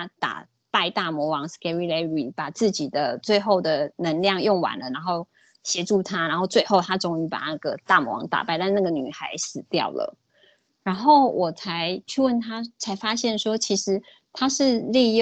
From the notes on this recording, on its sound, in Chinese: 講座錄音。此為線上課程錄音檔。